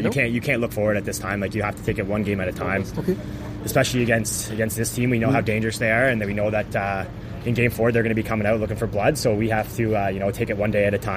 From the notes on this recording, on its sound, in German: Live-Reportage von Halbfinal-Spiel 3 zwischen München und Wolfsburg. Die einmal mehr im Rahmen eines EHC-Heimspiels am Oberwiesenfeld entstanden ist.